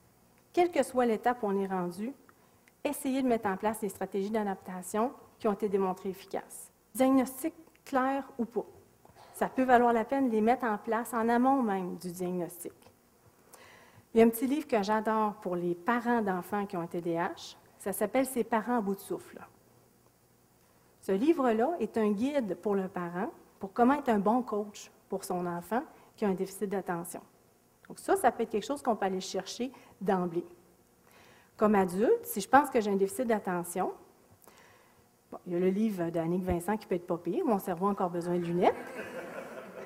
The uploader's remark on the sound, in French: Extrait de la conférence. Au cégep de Sainte-Foy.